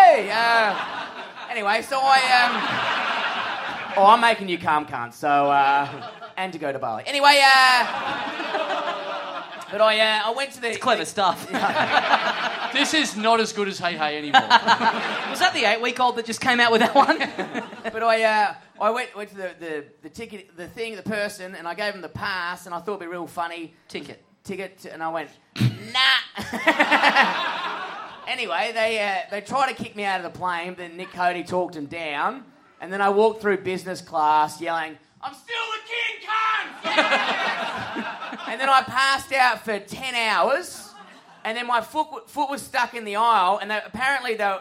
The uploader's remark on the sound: SYDNEY! Big live podcast and stand-up show.